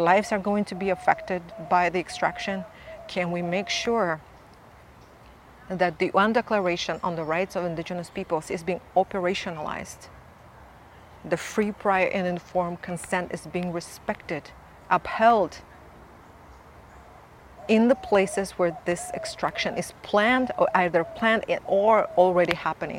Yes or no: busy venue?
yes